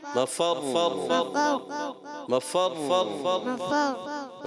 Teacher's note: را کو تھوڑا سا اپنے تھوڑے دیر جاری رکھنا ہے را کی آواز